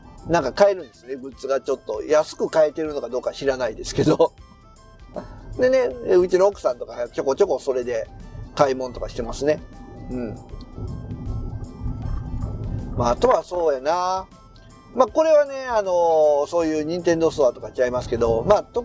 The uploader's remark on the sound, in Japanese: 帰りの車中